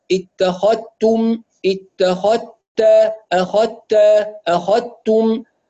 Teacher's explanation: فنسمع صوت تاء وليس هناك صوت للذال · Term: الإدغام